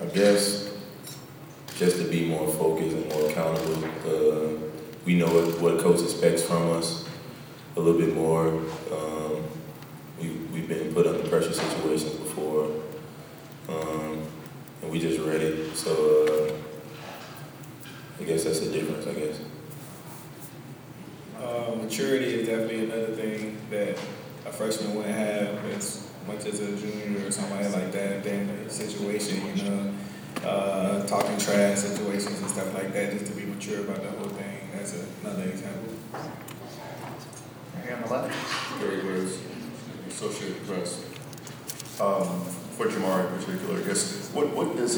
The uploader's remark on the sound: Press Conferences & Post-Game Interviews